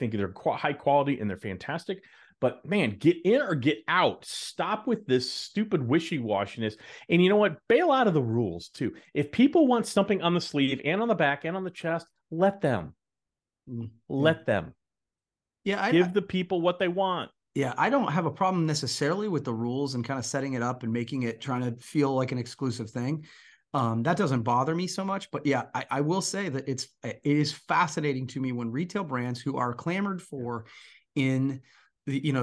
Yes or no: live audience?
no